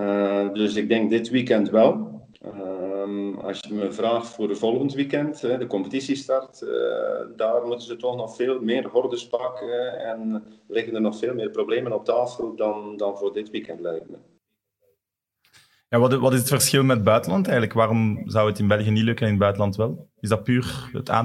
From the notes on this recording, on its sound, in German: Skypen.